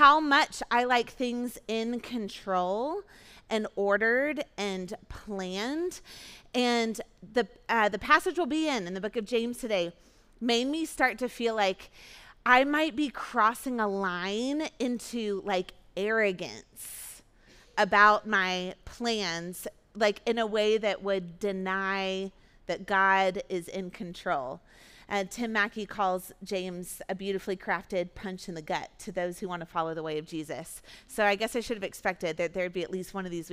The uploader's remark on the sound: Recorded at our Sunday gathering on July 23, 2023 in Port Orchard WA.